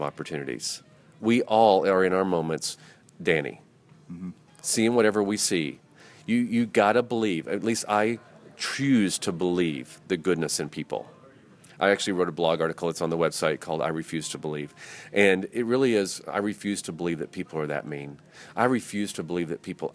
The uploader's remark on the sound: Live at The Ohio State University